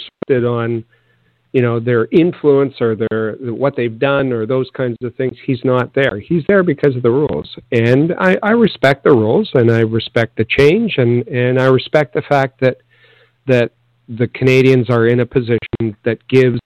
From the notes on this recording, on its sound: We take your phone calls.